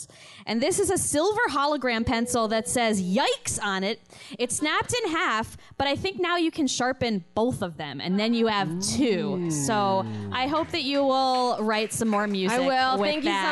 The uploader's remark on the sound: Recorded live from Q.E.D. In Astoria, NYC.